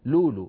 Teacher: كثير مننا يبدل هذه الهمزات فيقول لولو، فيبدل الهمزة الساكنة لاستثقاله نطقها. حتى اللغات الأخرى، يعني ما